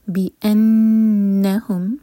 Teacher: نون پر غنہ، دو seconds hold کریں گے نون کو